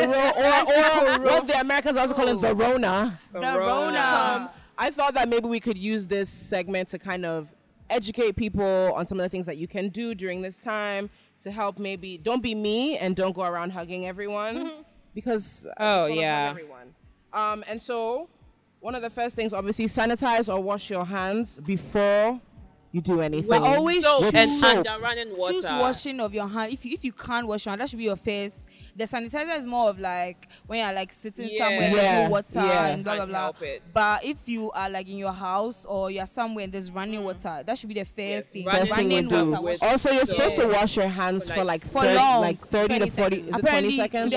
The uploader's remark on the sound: It’s beach day with the roomies as we take our recording to the beautiful Rehab Beach Club.